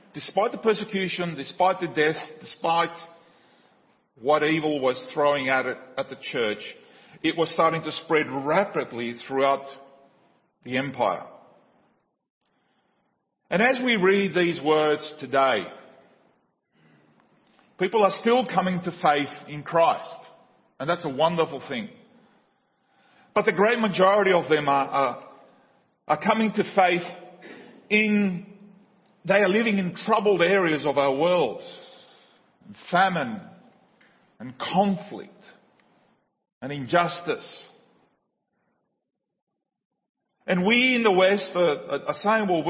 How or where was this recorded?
large echoing room